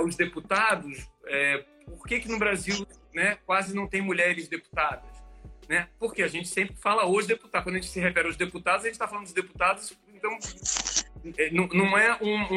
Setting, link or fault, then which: link, video call